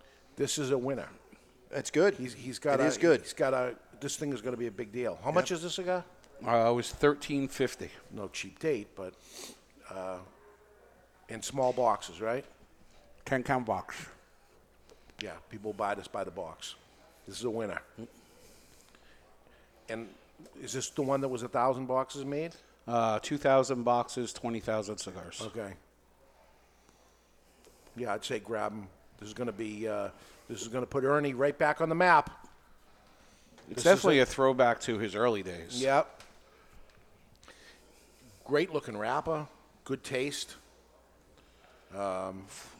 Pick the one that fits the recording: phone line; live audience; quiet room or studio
live audience